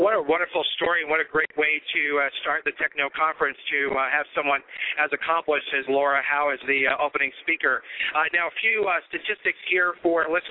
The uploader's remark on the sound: LIVE AT THE AFP TECHKNOW Conference in Orlando.